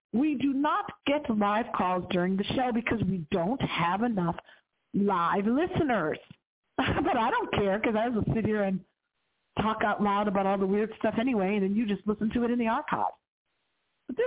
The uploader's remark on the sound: we hardly ever get any phone calls into the show, but something tells me tonight's going to be different